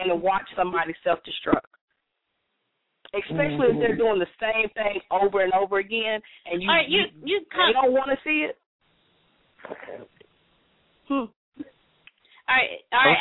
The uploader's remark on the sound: Call up and be heard tonight. We open the phone lines.